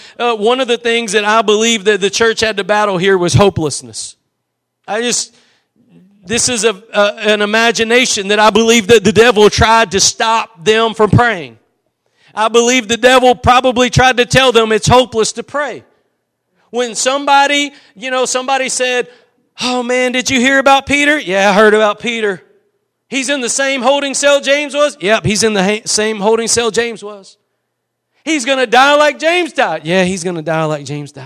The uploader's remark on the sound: Preached at Gospel Lighthouse in Bossier City, La.